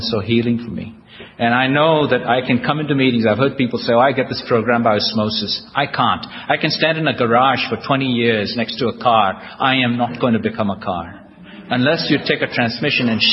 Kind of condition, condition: setting, live audience